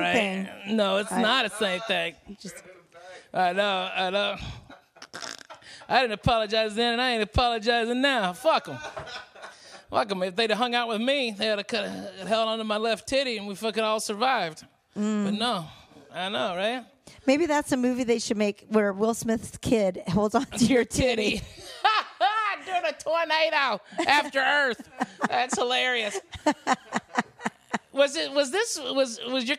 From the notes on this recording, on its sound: Live from the Mercy Lounge in Nashville TN